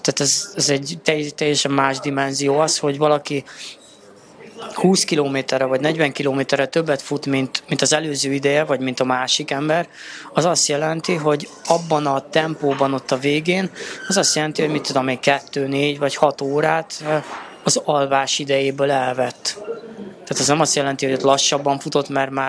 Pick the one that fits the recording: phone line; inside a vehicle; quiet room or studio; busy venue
busy venue